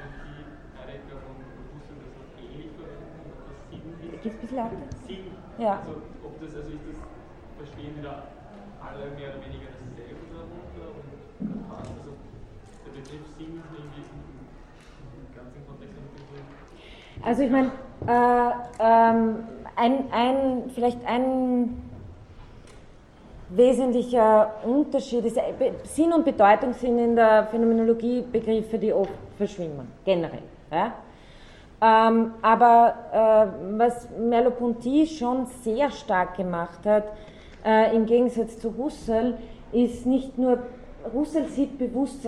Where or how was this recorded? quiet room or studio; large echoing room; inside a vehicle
large echoing room